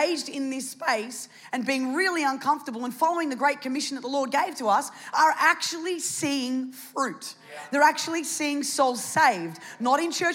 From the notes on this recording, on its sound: It was originally recorded on Sunday, 6th of August 2023, at NEUMA Melbourne City location in the 9 AM service